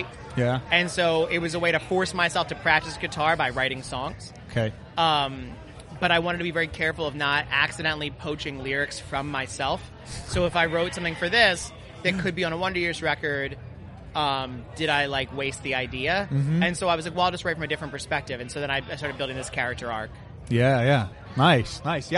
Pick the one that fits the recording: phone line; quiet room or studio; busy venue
busy venue